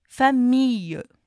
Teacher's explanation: vai ser pronunciada como se tivesse um I alongado ali no meio dela